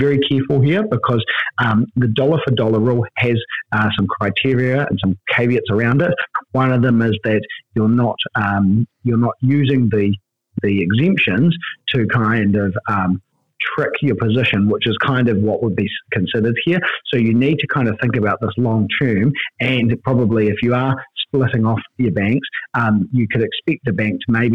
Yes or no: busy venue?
no